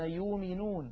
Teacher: وبعض العرب كانوا يقولون يؤمنون من غير همزة بإبدال الهمزة واوا، فكان النبي بأبي وأمي يقرئهم كذلك.